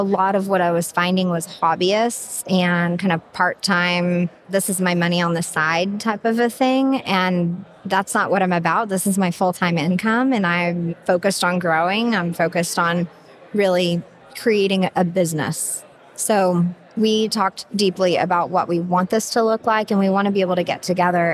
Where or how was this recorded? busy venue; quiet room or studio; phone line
busy venue